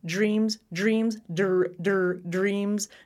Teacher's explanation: Also notice that D and R sometimes come together for me too, going j, j, like juice